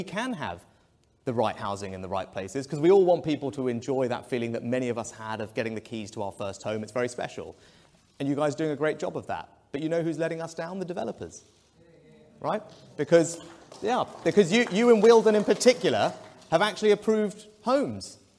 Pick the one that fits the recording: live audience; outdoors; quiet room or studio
live audience